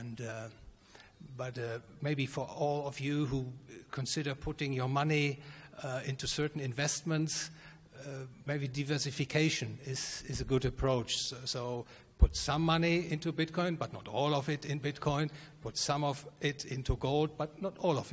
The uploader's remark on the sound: This panel discussion is from the 2021 Annual Meeting of the Property and Freedom Society. Discussion, Q&A.